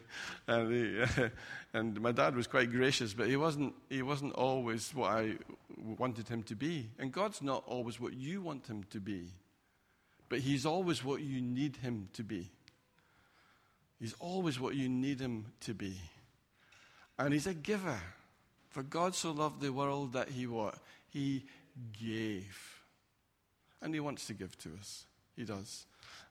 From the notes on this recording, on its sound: Recorded at freedomcentre church, Preston on Sunday 8th September 2019